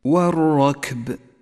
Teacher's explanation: اللام شمسية تكتب ولا تلفظ